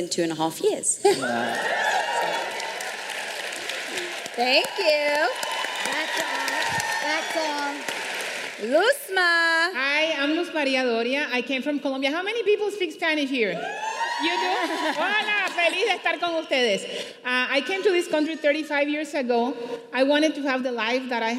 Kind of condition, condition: setting, live audience